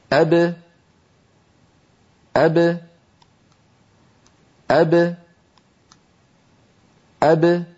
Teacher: أبا ابتعد فيها شيئان، ابتعدت الشفتان وابتعد الفكان، أما أب المقلقلة فابتعد فيها الشفتان دون الفكين · الصوت يخرج بتباعد الشفتين وأن الفكان لا يبتعدان عن بعضهما عند تباعد الشفتين؟ فالذي يبتعد هو فقط الشفتان، ولو تباعد الفكان لم فتحت الباء فصار النطق أبا.